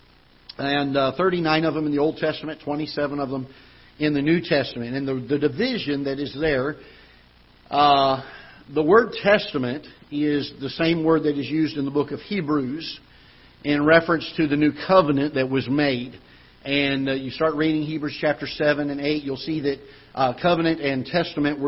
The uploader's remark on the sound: Ketha Heights Baptist Church ~ Live Broadcast.